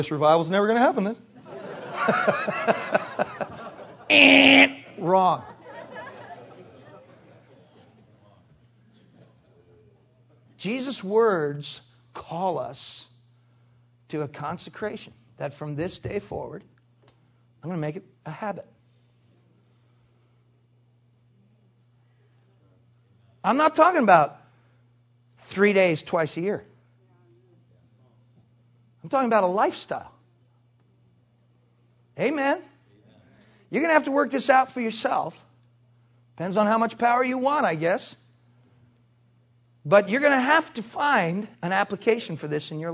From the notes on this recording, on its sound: Preached in 2008 NW Bible Conference